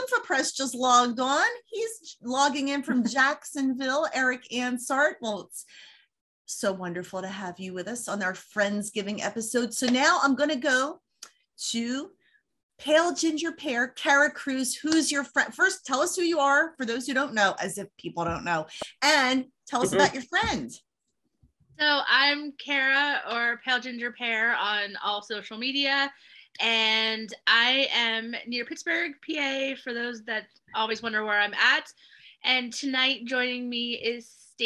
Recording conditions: video call